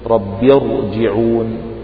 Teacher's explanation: لا، فهو كسر أصلي ولكنه ليس متصلا بالراء في كلمتها، وقعت الراء في بداية كلمة والكسرة في نهاية الكلمة التي قبلها، فهنا هذه الراء تكون مفخمة لأن الكسرة الذي قبلها ليس متصلا بها في نفس الكلمة